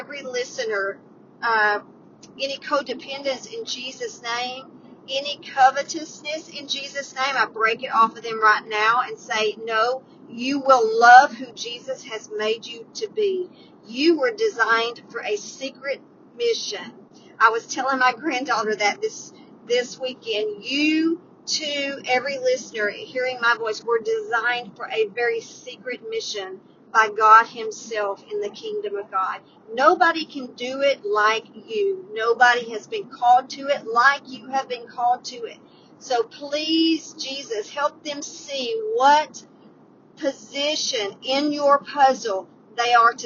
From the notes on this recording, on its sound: Today's 320 Podcast was recorded on the road, so enjoy riding with me.